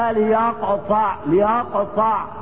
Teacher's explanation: فانا عندي القاف من حروف القلقلة الايه المتصفة بصفة الاستعلاء، فانت تقلقلها يعني ايه تكون مفخمة عند القلقلة